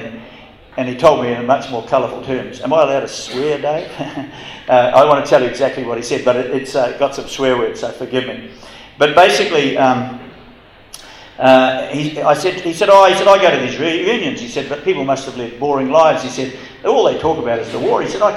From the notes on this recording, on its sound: live at the Wings Over New Zealand Forum Meet